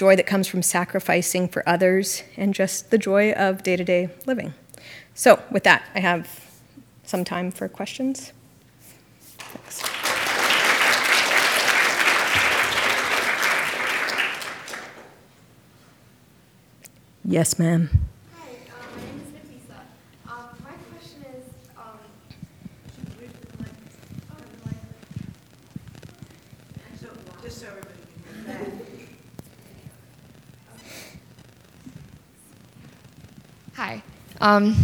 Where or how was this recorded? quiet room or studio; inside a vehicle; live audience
live audience